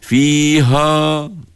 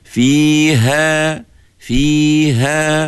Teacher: Tak betul, ha tu juga kena nipis. Nama dia je ha besar, tapi dia baca tak tebal, dia baca nipis. · Shown in: second take · Kan, jadi bunyinya, jangan kita bunyi fiha, tak betul.